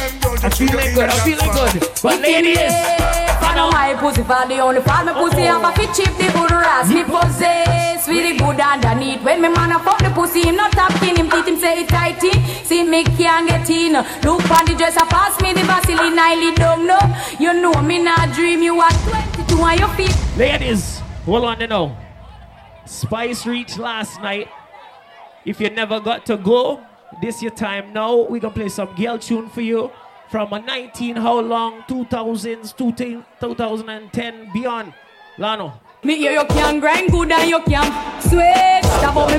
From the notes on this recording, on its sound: LIVE AUDIO. Caymanislands.